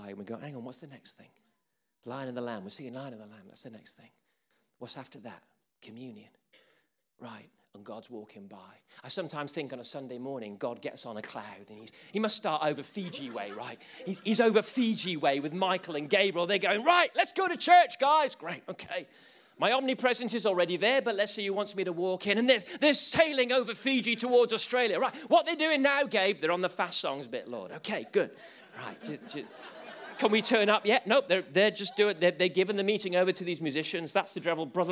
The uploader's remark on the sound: Recordings from sessions at the ChristCentral Leadership Weekend 2018